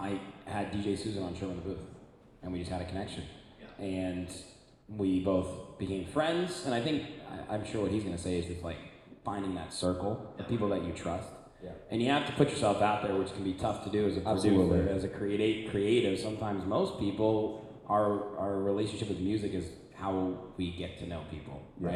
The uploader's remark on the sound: this was recorded LIVE with an audience in Chicago